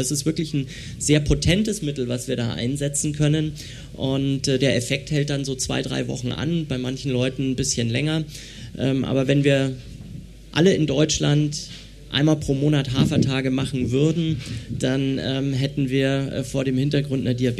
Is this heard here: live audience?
yes